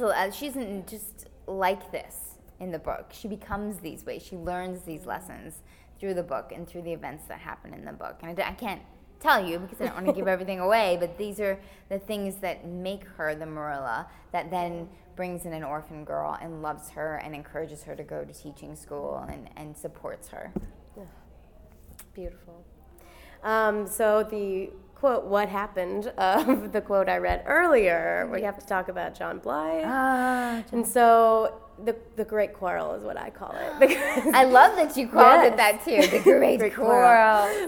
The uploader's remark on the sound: at the ALA Annual conference in New Orleans